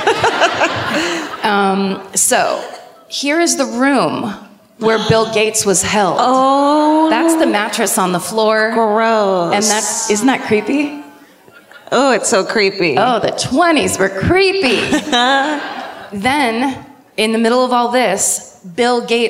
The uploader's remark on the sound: Live at the W. L. Lyons Brown Theatre in Louisville